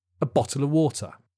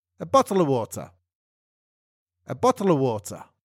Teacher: We say that very quickly. It's all connected. The a and of are schwas. A bottle. A bottler.